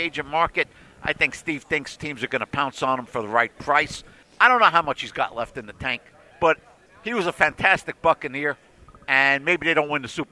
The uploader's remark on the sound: At The NFL Scouting Combine. The head coach is back for a live sitdown from Radio Row at the Combine.